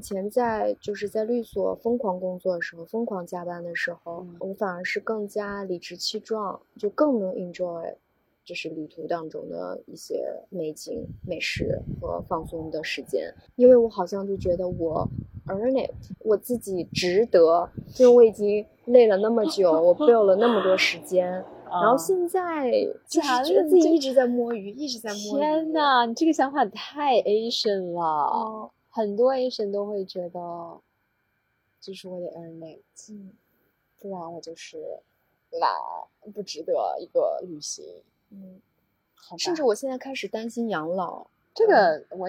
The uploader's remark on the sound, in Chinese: 两位主播在泰国相聚了。我们在普吉岛酒店的泳池边，对着小小的录音笔，第一次面对面录制了播客。